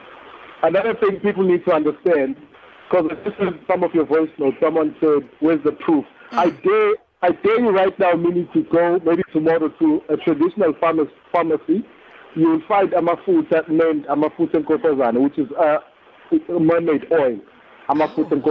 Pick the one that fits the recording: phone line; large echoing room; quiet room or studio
phone line